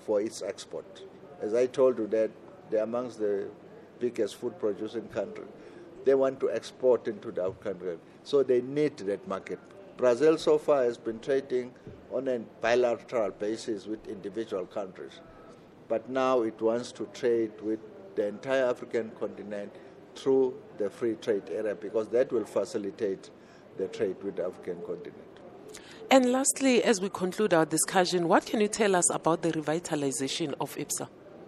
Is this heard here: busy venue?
yes